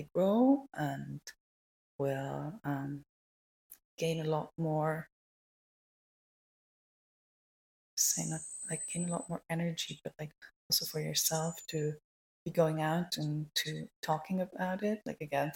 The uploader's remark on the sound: Excuse though the quality. Something weird was going on with the sound that I was not able to correct, no matter what I tried.